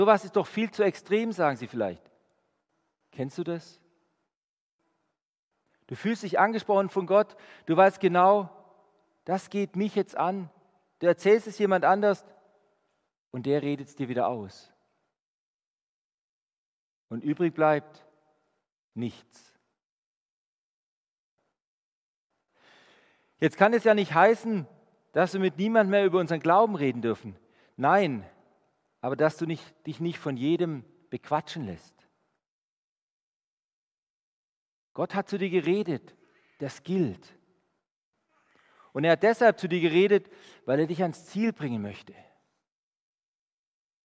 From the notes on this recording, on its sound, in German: Die Predigt aus dem Gottesdienst. Der EvangelischenGesamtkirchengemeinde Marschalkenzimmer-Weiden.